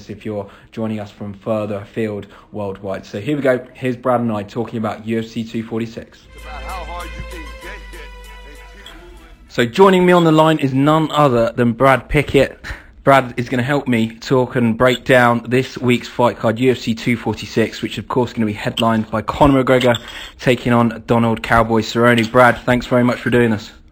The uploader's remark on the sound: On the phone.